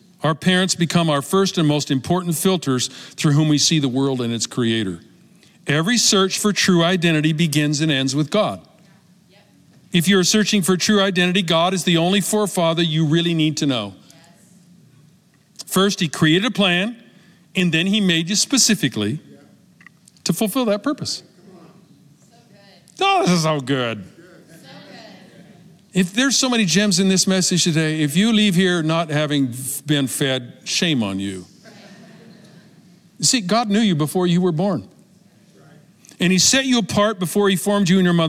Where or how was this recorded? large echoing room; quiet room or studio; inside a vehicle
large echoing room